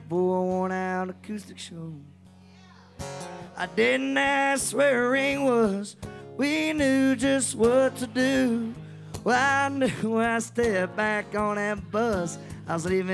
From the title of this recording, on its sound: Rounds At Live Oak In Nashville